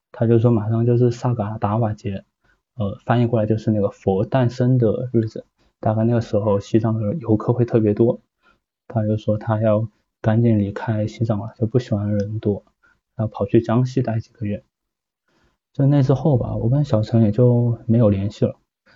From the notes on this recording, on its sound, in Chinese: 是一场线上分享会的语音实况录音。我组织了这次线上分享。